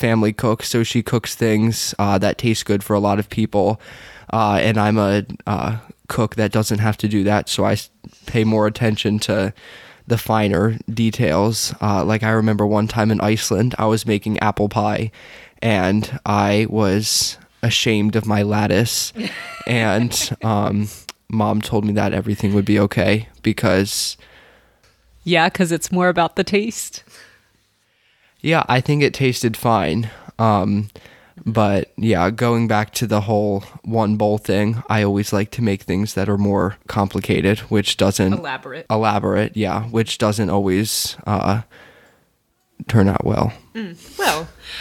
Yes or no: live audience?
no